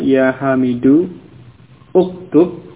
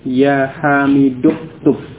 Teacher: Di sini uktub kemudian diawali kata ya hamidu ya, di mana hamzah yang ada di awal pada fi'il amr ini adalah hamzah wasal, sehingga ketika didahului oleh kata yang lain maka hamzah wasal itu tidak diucapkan, sehingga langsung dibaca dari hamidu langsung masuk ke huruf kafnya yang sukun · Shown in: second take · ya hamiduktub ini ya.